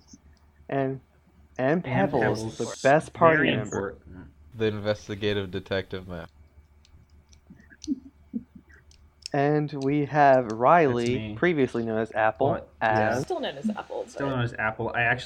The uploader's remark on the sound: We recorded this at 1 AM and somehow the cursed time double cursed our audio.